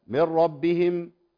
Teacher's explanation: لنا فيها الإدغام بغير غنة من ربهم. تمام؟